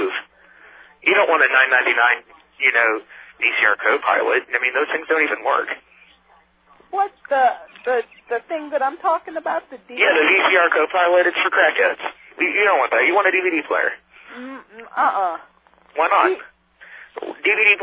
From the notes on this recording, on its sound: Prank Phone Calls.